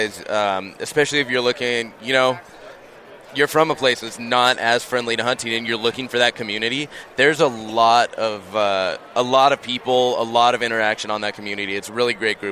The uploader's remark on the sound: sits down with Living Country in the City at Hunt Expo in Salt Lake City